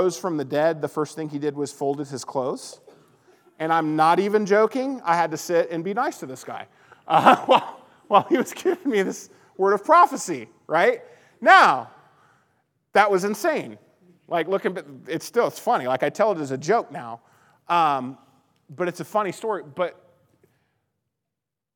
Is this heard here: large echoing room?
yes